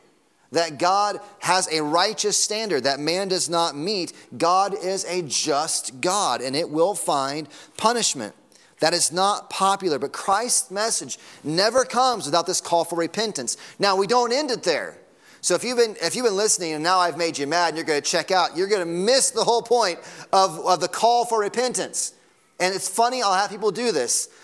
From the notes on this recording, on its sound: Sunday Morning Sermon Audio